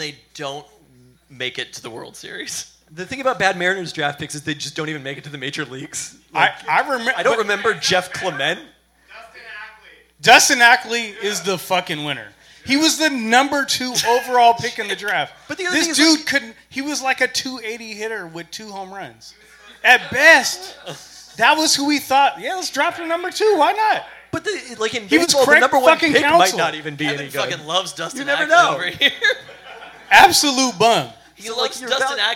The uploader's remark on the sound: We held a live Peltoncast last Friday at Good Times Bad Bar in Queen Anne. Due to a podcaster error, only the first two segments and the start of the third were taped.